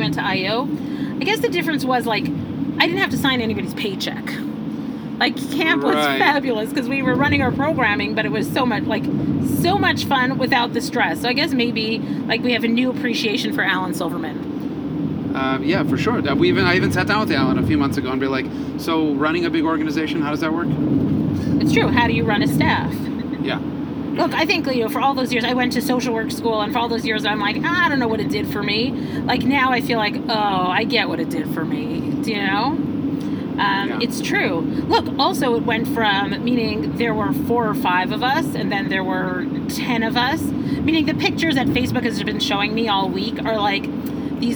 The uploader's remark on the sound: Podcast in a Truck. In honor of purchasing our first delivery truck. Take it out on a joyride and record this week's podcast on our drive.